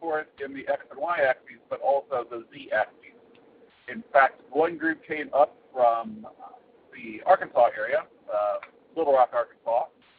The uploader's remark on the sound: phones in a show after visiting Maker Faire: Kansas